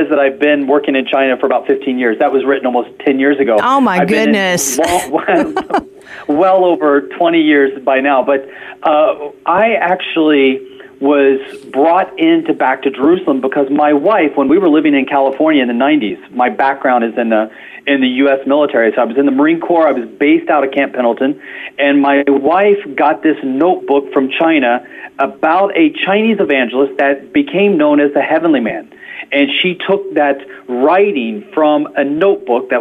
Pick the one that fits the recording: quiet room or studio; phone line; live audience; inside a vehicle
phone line